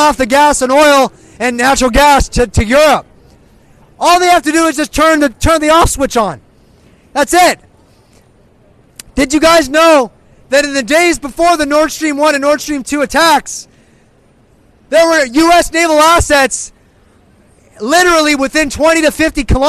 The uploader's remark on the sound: Speaking live at Hollywood and Highland.